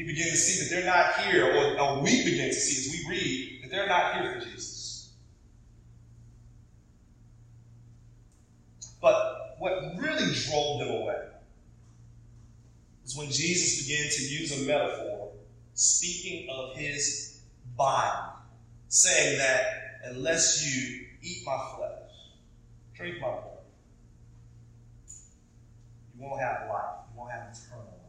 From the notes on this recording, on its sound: Apologies for the audio quality this week!